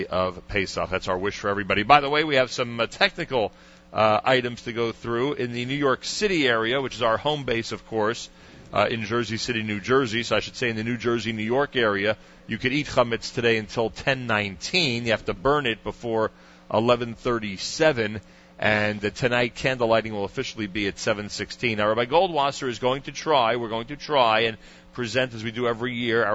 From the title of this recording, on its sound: Live From Legendary Destinations Pesach Program